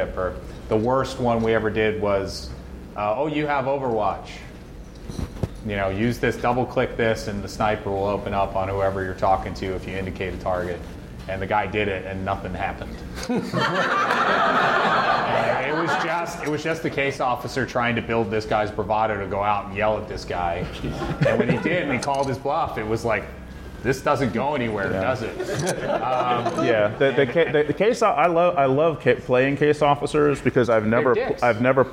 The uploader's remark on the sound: Delta Green at Gen Con 2018. Q&A with the audience.